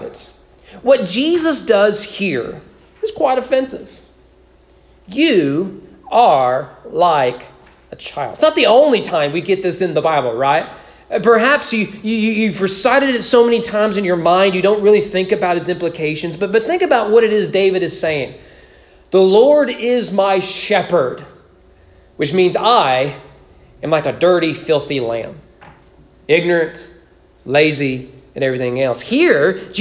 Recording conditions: large echoing room